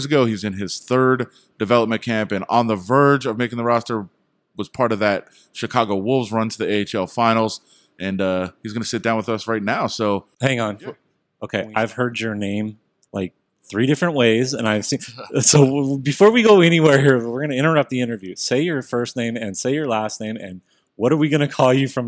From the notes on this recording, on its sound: Last day of Vegas Golden Knights development camp. Our Golden Edge crew is on location at City National Arena.